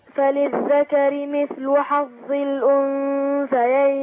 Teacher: عند الوقف تفخم الراء لكن عند الوصل بترق لانها مكسوره